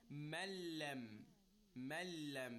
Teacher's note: You connect the meme to lam directly because noon is merged and it's completely dropped · Term: idgham of lam and noon